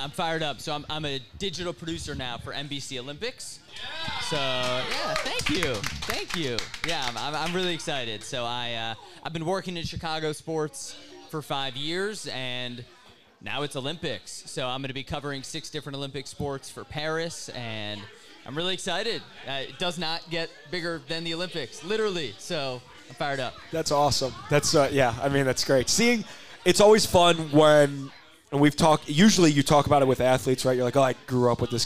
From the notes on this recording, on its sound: recorded a LIVE episode of Drive The Lane at the Butcher's Tap in Wrigleyville